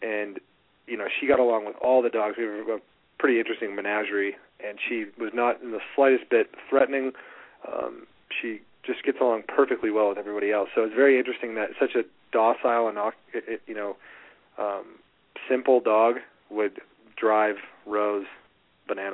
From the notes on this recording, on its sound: open up the lines for listeners to call